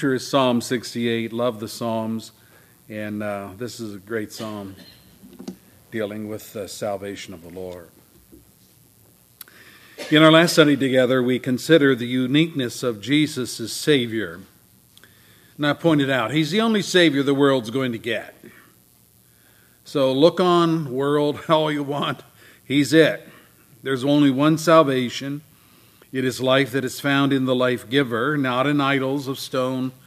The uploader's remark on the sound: services recorded at Thornville Baptist Church